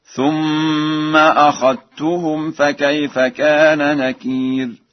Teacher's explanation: قرأ ورش أخذتهم بالإدغام، أي بإدغام الذال في التاء